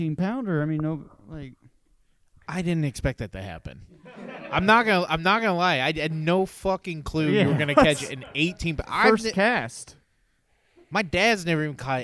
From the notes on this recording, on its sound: BugCon 2021 Sega Bass Fishing Fish Off! Live recording. Audience members battle it out in the first annual Sega Bass Fishing Fish Off.